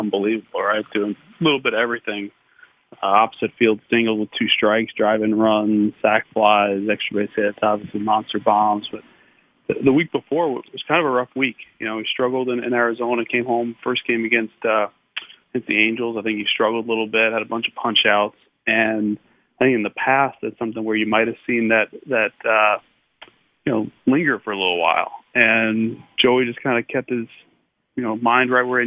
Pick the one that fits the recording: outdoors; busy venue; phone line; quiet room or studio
phone line